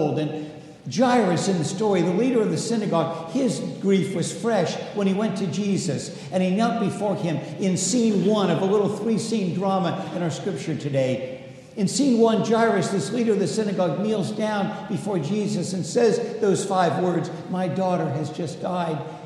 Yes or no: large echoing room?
yes